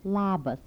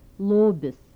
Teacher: Alveolar lateral without palatalization.